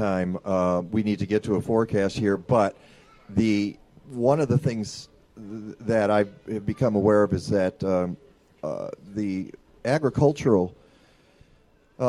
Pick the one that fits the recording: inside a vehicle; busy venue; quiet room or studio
busy venue